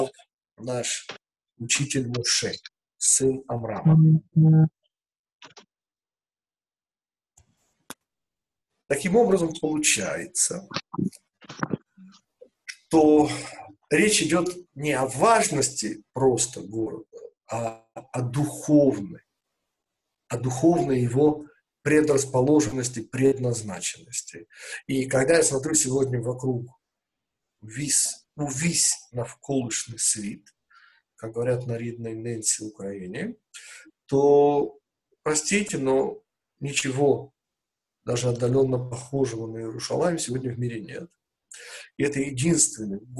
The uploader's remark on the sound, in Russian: Запись вебинара